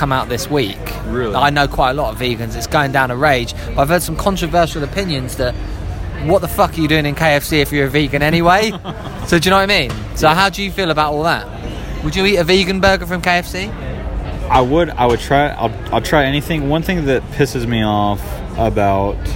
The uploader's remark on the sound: Join us on location at Corazon restaurant in London for what are rumoured to be the best tacos in town..